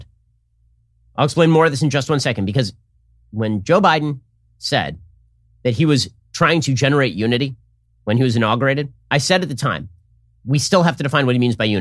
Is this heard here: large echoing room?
no